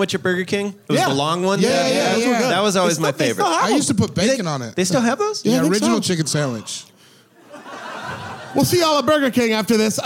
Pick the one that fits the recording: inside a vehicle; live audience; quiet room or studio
live audience